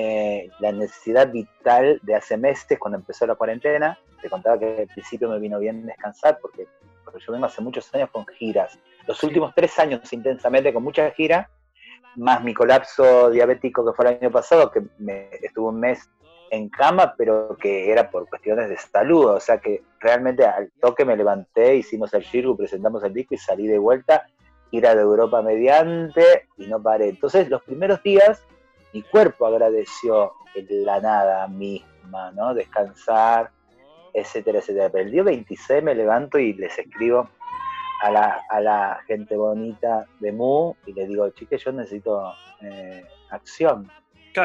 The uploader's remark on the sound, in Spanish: recibimos la visita vía Zoom